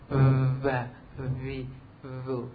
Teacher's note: Benar-benar rapat sempurna, enggak ada nafas yang keluar.